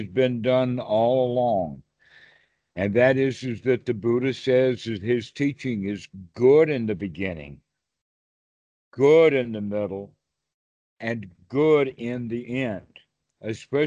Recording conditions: video call